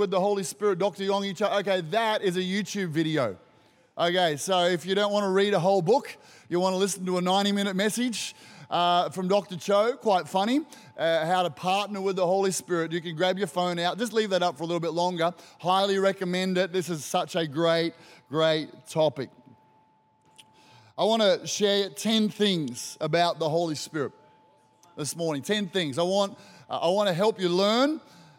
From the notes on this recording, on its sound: Recorded during our 9am service on Sunday, the 21st of May 2023